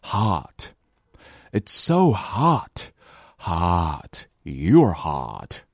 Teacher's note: hot 这个音口型张得非常的大。而且舌头在下面平躺着，和上颚之间的距离也非常的宽